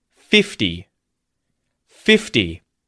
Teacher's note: that T in 50, like with 15, has become a D sound.